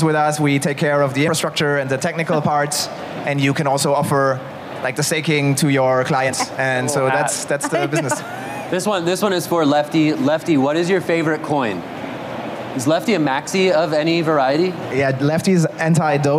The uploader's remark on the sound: "The Hash" is live from Consensus in Austin, Texas